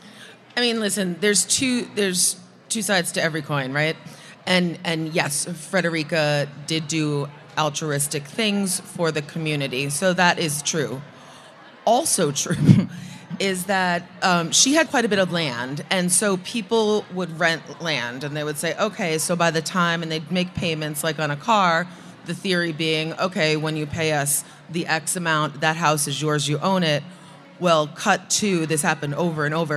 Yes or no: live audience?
yes